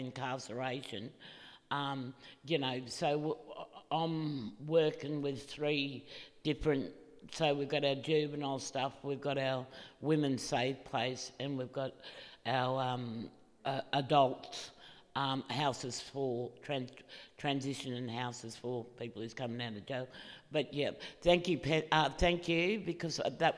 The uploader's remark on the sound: This is a recording of a panel discussion as part of the Flow events program.